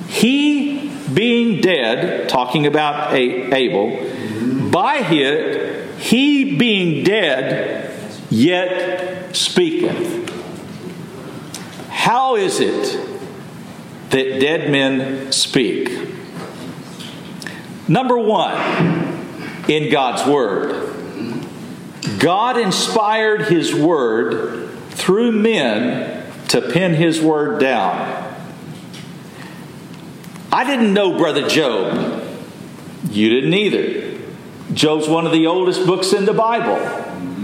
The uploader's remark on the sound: Message delivered Sunday, December 3, 2023 at Mt Carmel Primitive Baptist Church, Bel Air